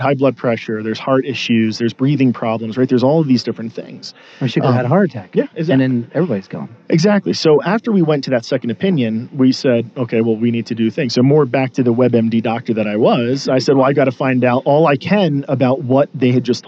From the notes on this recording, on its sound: Live From The Denver Press Club. This radio program/podcast includes a 30-minute meet-and-greet session, then a one-hour recording of the show.